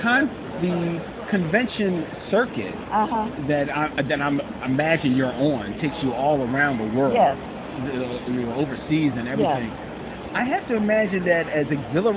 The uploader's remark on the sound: Recorded April 2015 at The Great Philadelphia Comic-Con.